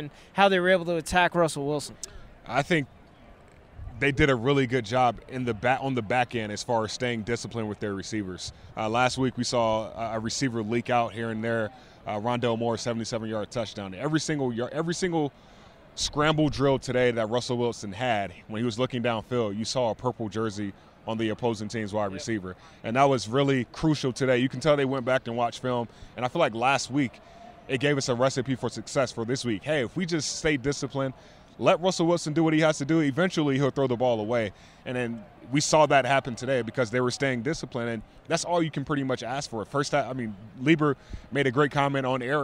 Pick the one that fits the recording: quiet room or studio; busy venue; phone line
busy venue